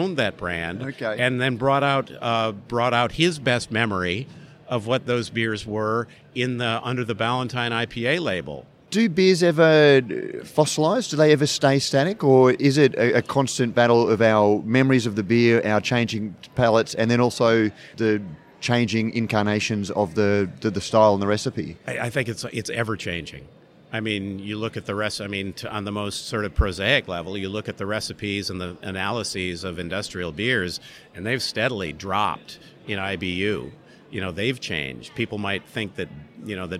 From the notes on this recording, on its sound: In the second episode of Brews News Live, from BrewCon 2018